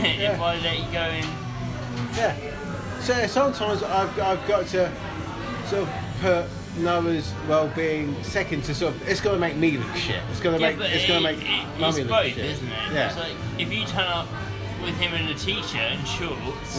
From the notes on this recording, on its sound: We record in the pub this episode as it’s far too cold outside,so please excuse the background noise.